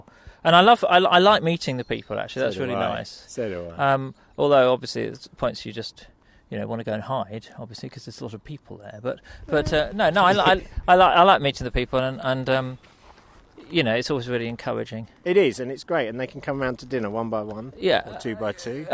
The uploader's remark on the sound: Expect a bit of dodgy audio. We recorded part of this while walking round the ramparts of an Iron Age hill fort.